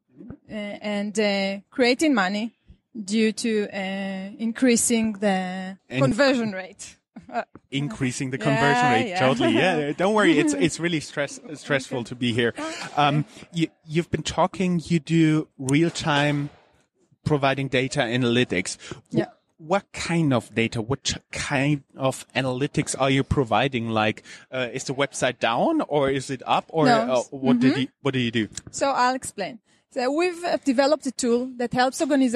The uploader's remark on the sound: You are listening to the audio track of a video, recorded at the Euro Finance Tech, November 2018.